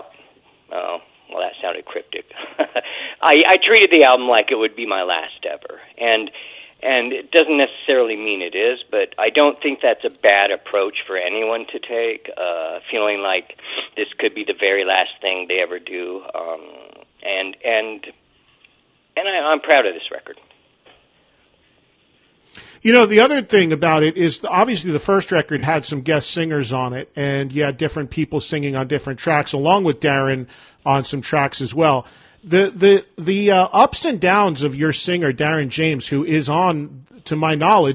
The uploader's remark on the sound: Phones in on this episode.